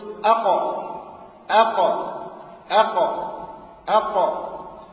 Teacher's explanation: أقصى اللسان أي أبعده مما يلي الحلق، يعني مما يقترب من الحلق، وما فوقه من الحنك الأعلى، ويخرج منه حرف واحد وهو القاف · Term: مخرج القاف